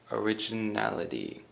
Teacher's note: the emphasis is on the na.